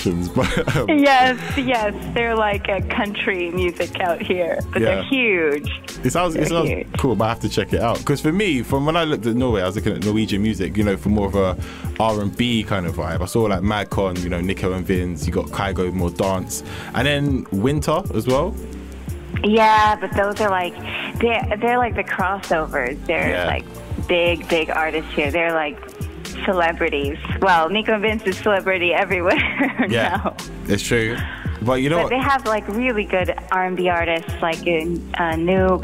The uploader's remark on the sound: over the phone